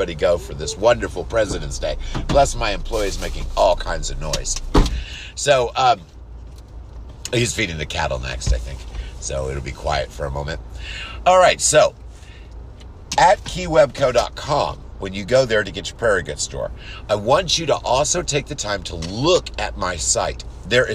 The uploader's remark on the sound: waiting for my employee in the car